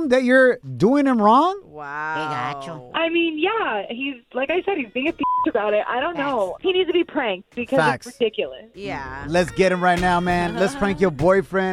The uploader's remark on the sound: In today's show we opened up the phone lines and asked our listener's what they think about this new vaccine conspiracy theory.